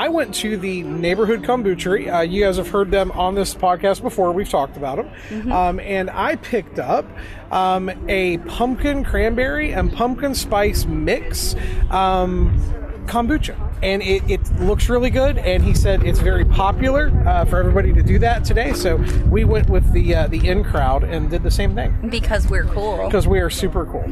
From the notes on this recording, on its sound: We recorded the food portion of this episode live and in person at the conclusion of this year's Bridgeport Farmer's Market. You will hear other folks talking, windy weather.